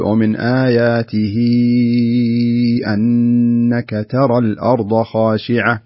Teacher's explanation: يمد مقدار 4 حركات على رواية حفص المعروفة عن طريق الشاطبية · Term: مد صلة كبرى